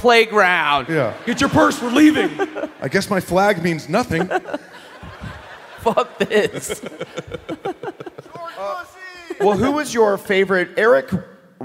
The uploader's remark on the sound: Live From Columbus!